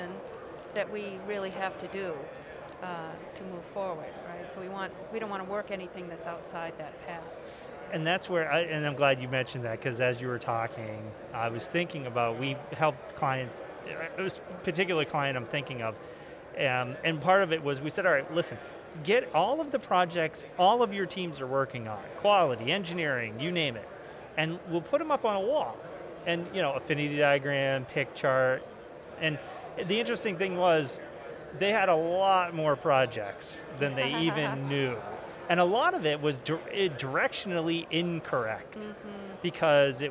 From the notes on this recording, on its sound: From the GBMP Northeast Lean Conference!